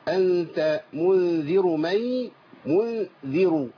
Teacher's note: الذال حرف مرقق، اوعى تبدلها بضاء